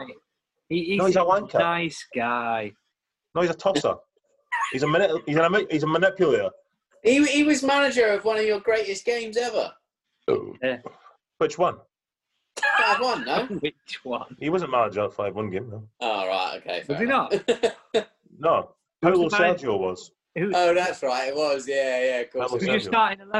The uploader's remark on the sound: back on zoom this week